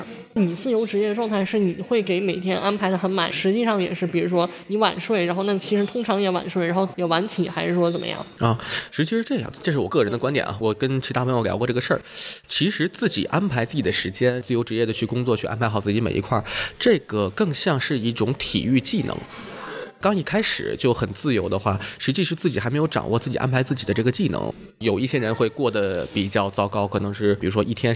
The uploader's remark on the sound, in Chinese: 参加由大内密谈举办的线下播客活动「声量The Power of Voice」期间进行的录制。作为一期非常即兴的对谈，录制场地也很即兴的放在了一家面包店内，音质环境相比之前节目会有些嘈杂。